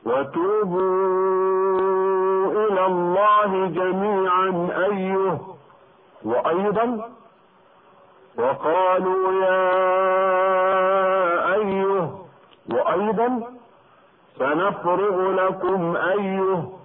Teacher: وسكنت الهاء لأجل الوقف عليها، ولا يوقف على هذه المواضع بالألف